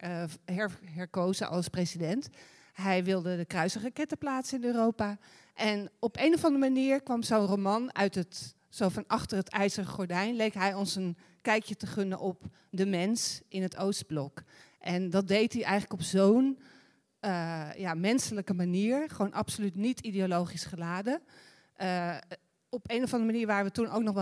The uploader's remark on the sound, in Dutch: De Groene Amsterdammer viert haar 145-jarige bestaan, en op het lustrum in ITA namen wij live een aflevering van Boeken FM op.